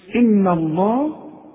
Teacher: لفظ الجلالة المفتوح دائما مفخمة